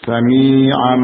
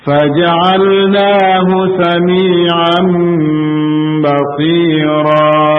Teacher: Nah, tapi yang tepat adalah qalab. Didengungkan dalam keadaan mulut atau bibir kita tertutup, nah, menutup rapat. · Term: qalb atau iqlab